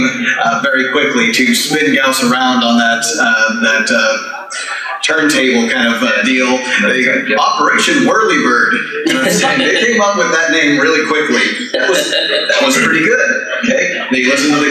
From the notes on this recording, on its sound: KT Live At G-Fest 2017. We present our 50th anniversary panel discussion. The audio on this one isn't perfect since the convention couldn't support some of our hardware, but we cleaned it up the best we could!